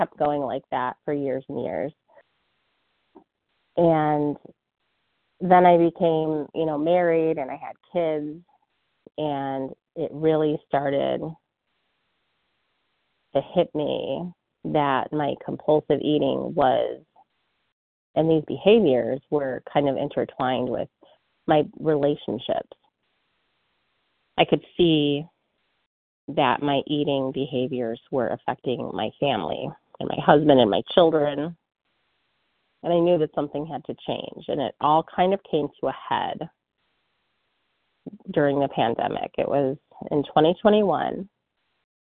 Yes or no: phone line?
yes